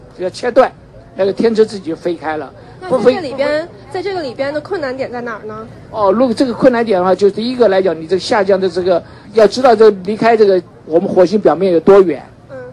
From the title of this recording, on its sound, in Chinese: 现场Live】JPL Open House